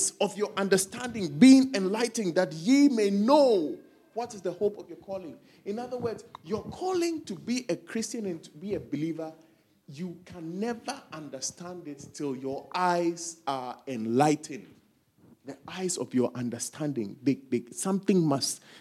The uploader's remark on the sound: preached at our Faith Encounter Service